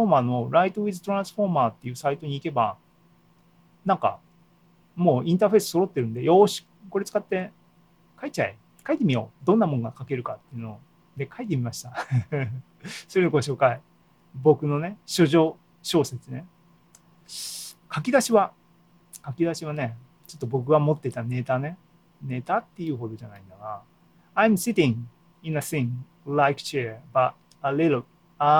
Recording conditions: video call